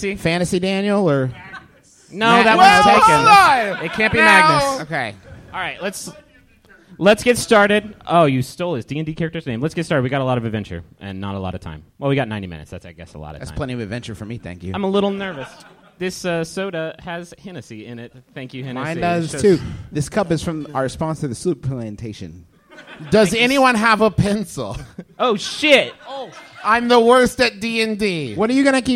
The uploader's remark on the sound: Live in Los Angeles!